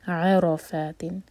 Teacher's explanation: عین لائٹ اور را ہیوی، فا لائٹ